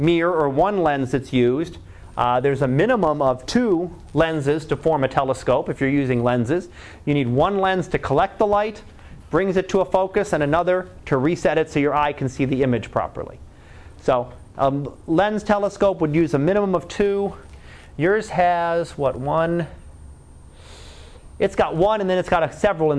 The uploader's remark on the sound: Live Class Lecture